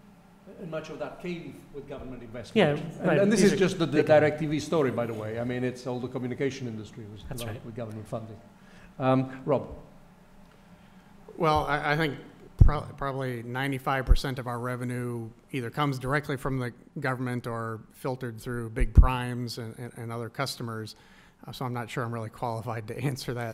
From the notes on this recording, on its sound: a recording of the Space Entrepreneurship Panel that took place at the Keck Institute for Space Studies on October 27, 2015